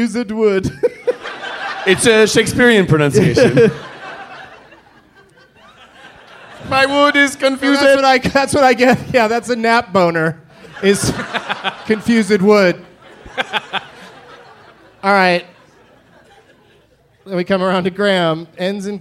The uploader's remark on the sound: Live from Portland, Oregon